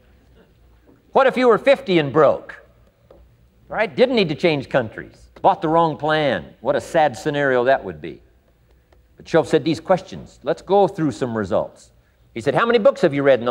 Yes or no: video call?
no